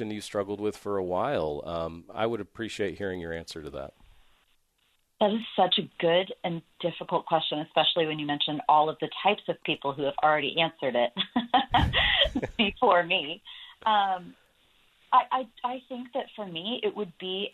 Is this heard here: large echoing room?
no